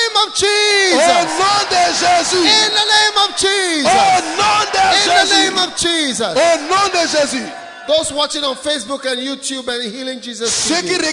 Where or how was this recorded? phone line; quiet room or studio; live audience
live audience